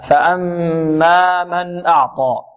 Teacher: نخرج النون من مخرجها من غير زيادة في الغنة · Term: الإظهار